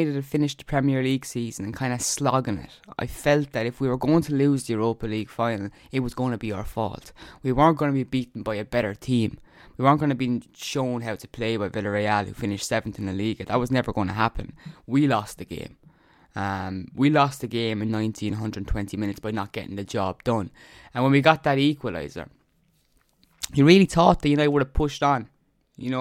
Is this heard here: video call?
no